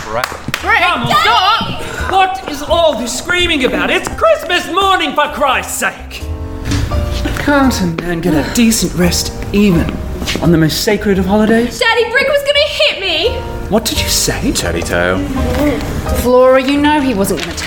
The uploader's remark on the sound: This 2018 Christmas special was recorded in front of a live audience.